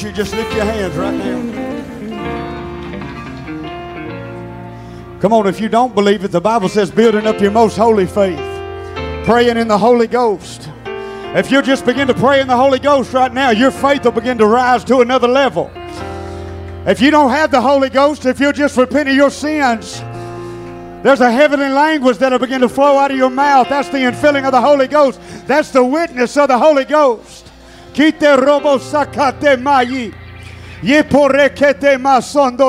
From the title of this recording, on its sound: Tent Revival Night 1, Oct. 7, 2022